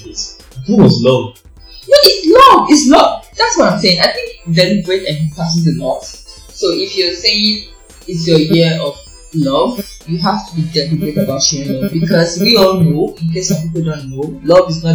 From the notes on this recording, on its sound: there was a bit of issue with the sound